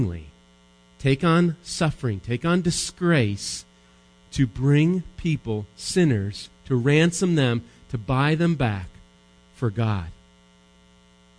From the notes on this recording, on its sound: Recorded live at Bethany Bible Church